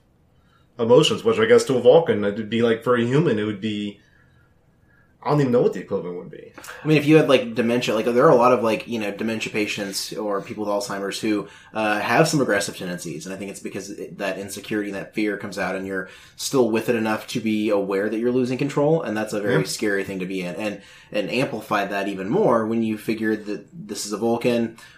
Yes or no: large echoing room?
no